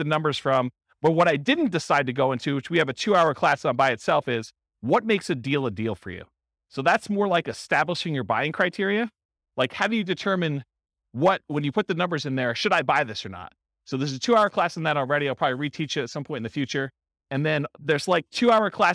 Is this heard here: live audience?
yes